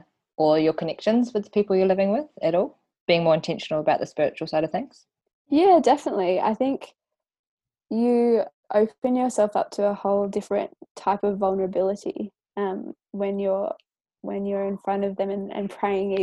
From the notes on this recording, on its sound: broaden out the Zoom call